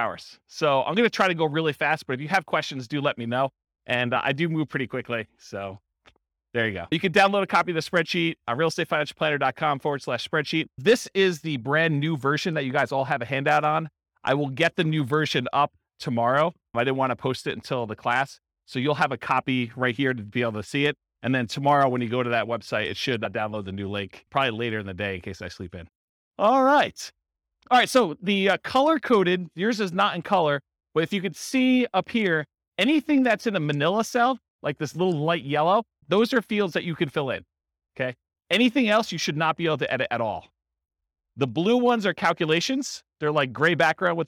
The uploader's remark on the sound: This was a live class recorded.